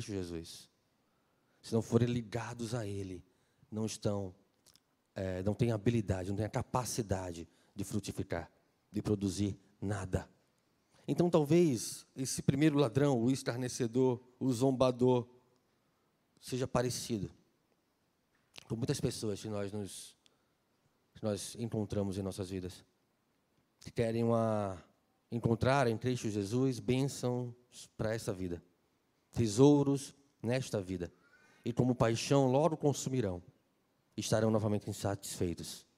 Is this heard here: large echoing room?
yes